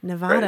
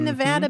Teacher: I never knew anything different until just a few years ago, and now I'm training myself to say Nevada because I've run into so many people from that state who are very, very insistent that it's a short A · Shown in: second take · In fact, I think the Nevada Tourism Authority puts a little short mark, a little brev on that A.